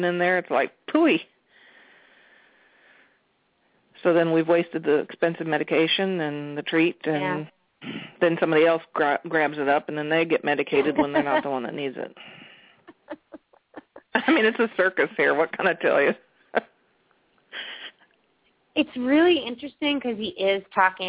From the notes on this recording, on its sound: open up the lines for listeners to call